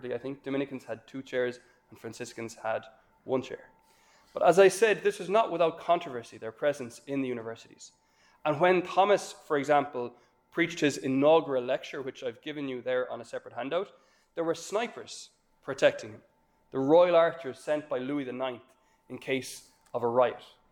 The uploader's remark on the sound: This lecture was given on June 16th, 2023, at Glencomeragh House, Ireland.